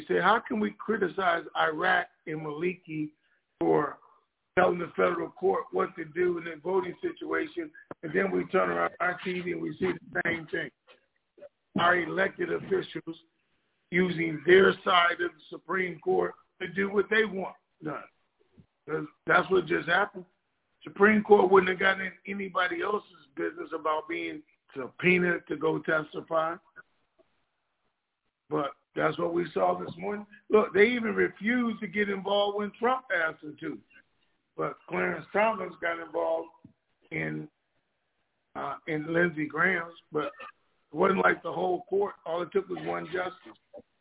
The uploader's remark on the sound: TNTSuperfantastic Conference Call.